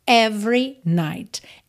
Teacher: Every, atenção, que o E do meio não é pronunciado